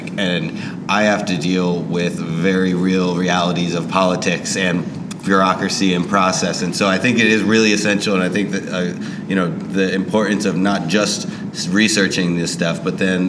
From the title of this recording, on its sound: Live from TRB